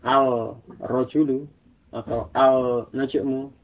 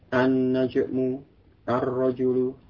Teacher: Kemudian kita baca contohnya dalam kalimat, dalam jumlah mufidah, ya, mubtada dan khobar dari isim-isim yang semisal ini, ketika alif lam masuk, maka lamnya itu nanti diidghamkan pada huruf sesudahnya · Shown in: second take